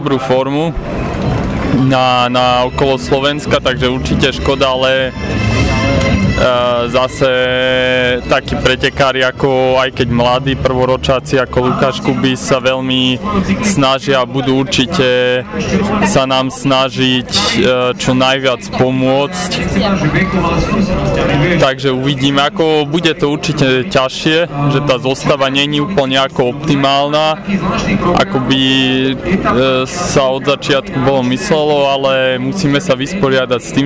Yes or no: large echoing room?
no